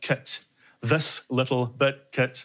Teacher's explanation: That's that little short vowel that both South Africans and Kiwis throw back onto what we call the neutral vowel